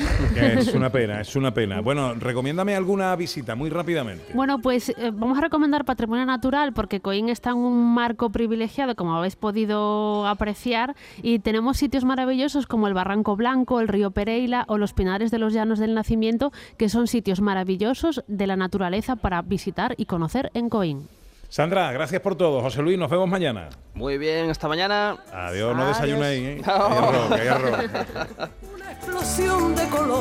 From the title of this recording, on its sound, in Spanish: Gente de Andalucía en directo desde Coín en Málaga